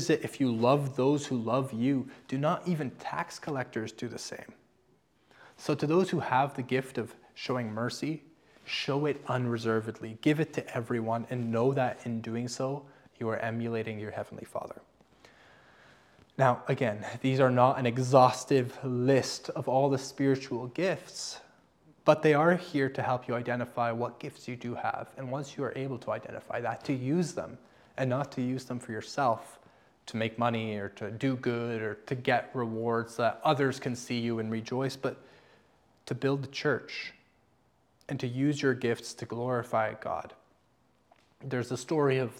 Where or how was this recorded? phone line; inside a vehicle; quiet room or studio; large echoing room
large echoing room